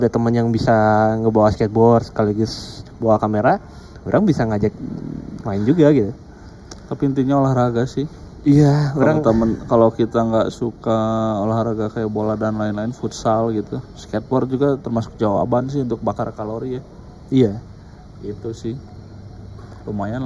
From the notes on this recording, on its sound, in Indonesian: Amateurism, Suara Kresek-kresek. Berani ngomong tatap muka 1 lawan 1 di podcast ini.